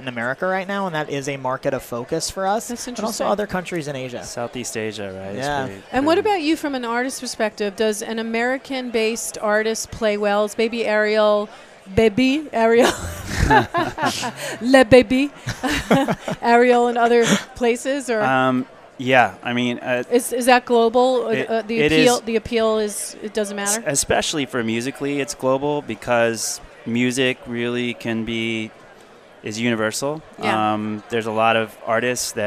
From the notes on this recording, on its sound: Live Broadcast from the MADE for Broadcast booth from Adtech NYC 2016